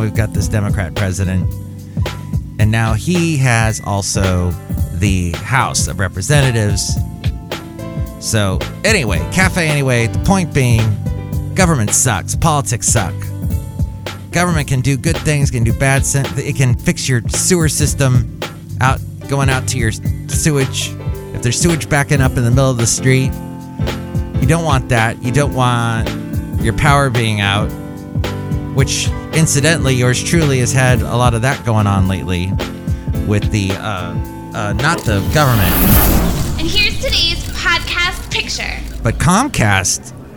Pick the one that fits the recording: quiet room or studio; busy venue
busy venue